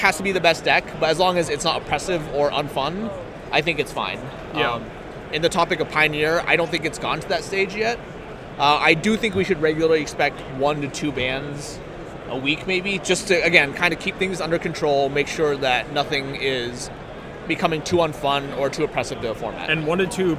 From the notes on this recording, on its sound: Live from GP Richmond